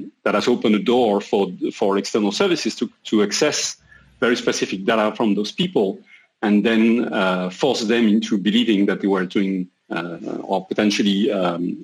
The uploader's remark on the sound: We know the sound quality is not the best, but due to the current situation, we're recording these episodes through video meetings from remote locations.